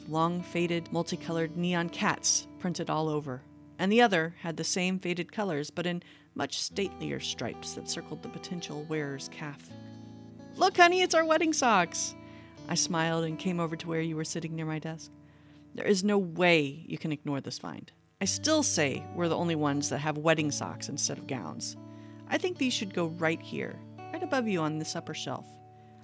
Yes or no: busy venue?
no